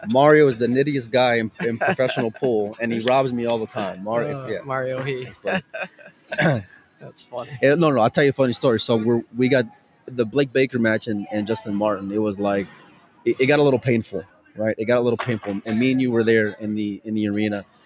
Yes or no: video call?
no